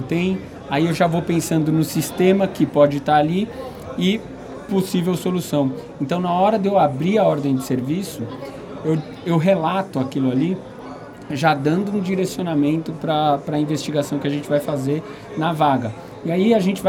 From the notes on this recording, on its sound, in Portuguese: Este podcast foi gravado no estande da Gris durante o Encontro de Land Rover que aconteceu em Foz do Iguaçu em setembro.